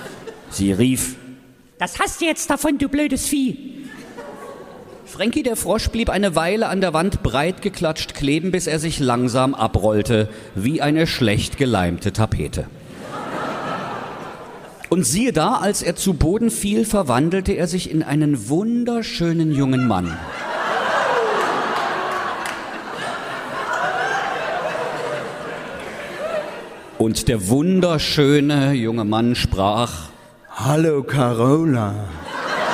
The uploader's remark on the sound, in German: SPECIAL: Fränky, der Froschkönig LIVE. Das ist der nächste Mitschnitt der großen Sinnlos Märchen Live-Tour. Aus dem Zentralgasthof in Weinböhla gibt es dieses Mal Sachsens lustigsten Podcast mit: "Fränky, der Froschkönig".